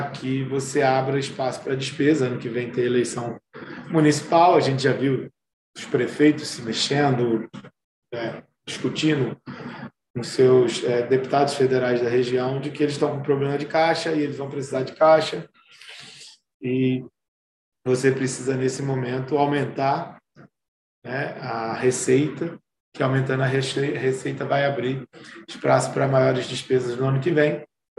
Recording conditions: video call